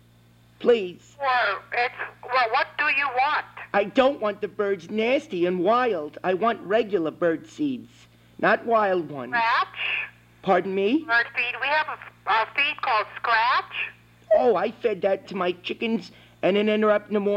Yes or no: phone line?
yes